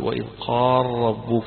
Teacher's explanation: قراءة أبي عمرو ويعقوب بإدغام اللام في الراء · Term: الإدغام الكبير